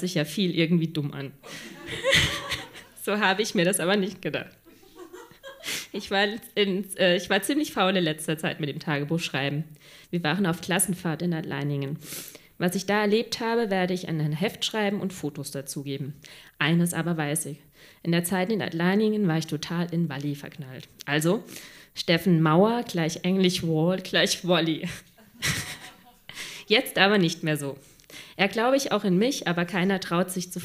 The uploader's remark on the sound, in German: Ausschnitte aus der Veranstaltung. Im Monarch, Berlin Auswahl der Beiträge von der „texte von gestern“-Liveshow. Heißen Dank an den Monarch, unser tolles Publikum.